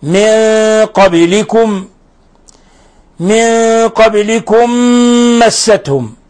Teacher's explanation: من قبلكم مستهم، هذا مثال آخر لإضغام المثلين الصغير، ميم ساكنة مع ميم متحركة أضغمت الميم الأولى في الثانية وصارت ميما واحدة مشددة